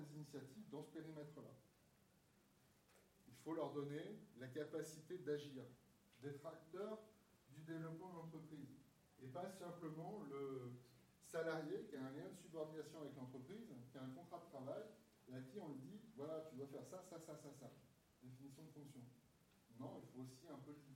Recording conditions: poor microphone